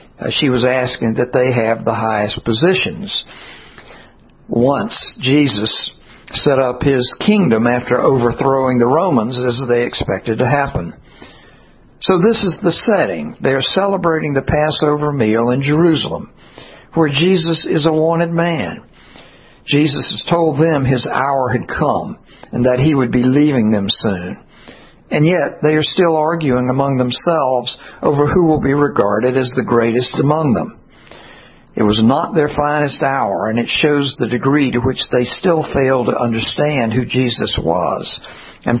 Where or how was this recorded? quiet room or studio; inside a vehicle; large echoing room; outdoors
large echoing room